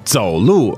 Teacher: third tone, fourth tone, really that just means walk.